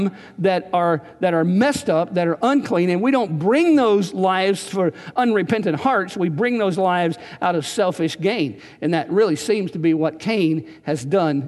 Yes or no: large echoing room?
yes